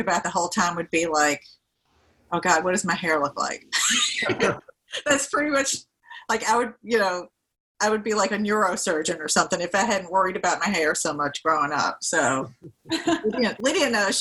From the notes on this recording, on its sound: a Zoom conversation